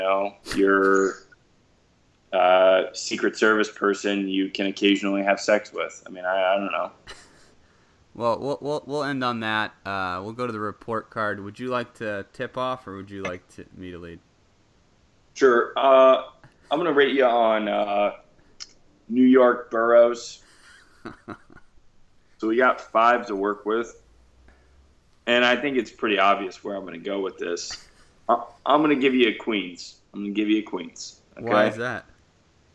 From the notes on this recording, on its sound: WARNING: EVEN POORER AUDIO QUALITY THAN NORMAL. One of our few surviving recordings from attempting to do the show remote, never before distributed. Audio quality is even poorer than normal.